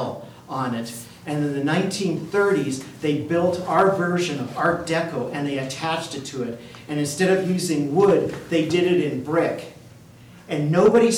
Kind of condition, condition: setting, large echoing room